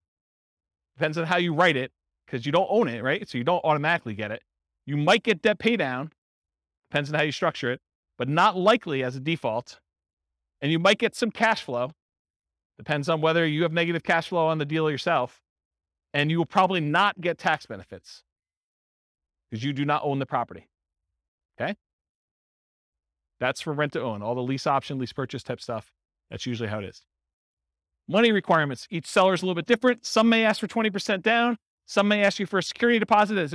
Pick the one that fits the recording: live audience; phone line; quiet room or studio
live audience